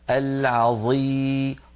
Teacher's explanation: مع كون الظاء مكسورة بقيت الظاء قوية · Term: الإطباق